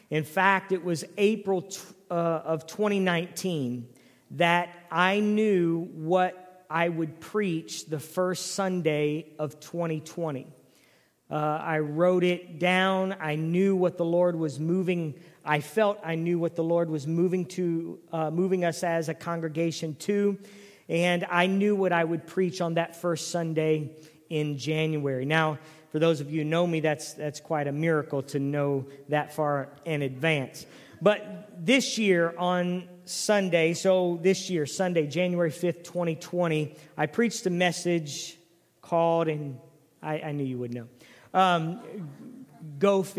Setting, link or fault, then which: setting, large echoing room